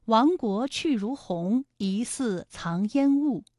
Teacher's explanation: 亡国的亡字，它也是一个后鼻音，韵母是 ang